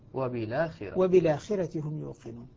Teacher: ألقيت حركة الفتح على اللام وأسقطت الهمزة